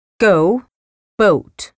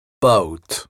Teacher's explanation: On commence par la voyelle de the et on glisse vers celle de good. On la représente par le symbole o. · Term: La diphtongue o